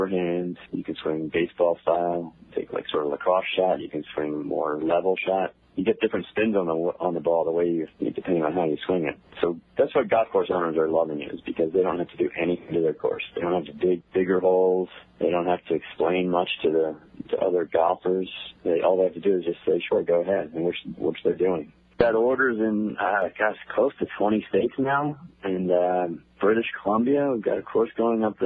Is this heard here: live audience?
no